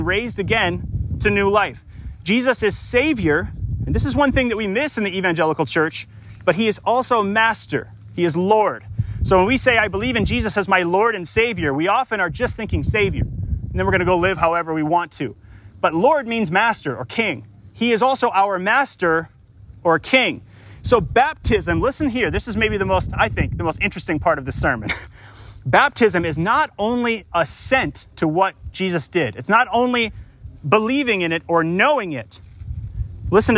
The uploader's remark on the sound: Delivered live, at Crosby Regional Park in St. Paul, MN.